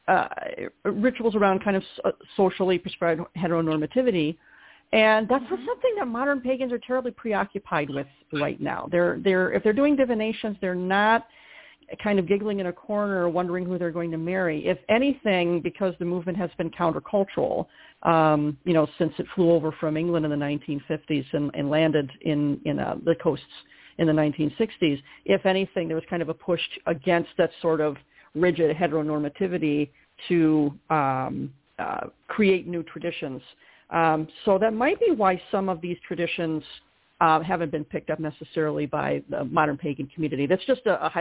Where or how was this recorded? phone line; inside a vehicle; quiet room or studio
phone line